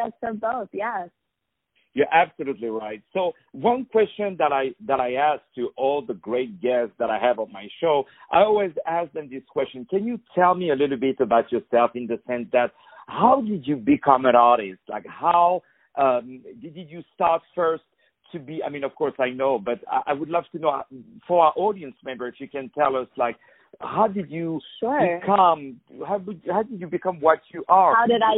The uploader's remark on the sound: On the phone